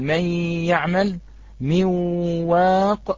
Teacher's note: أن الغنة التي تظهر في الياء والواو في مثل من يعمل من واق هي غنة النون، لأن الياء والواو لا غنة فيهما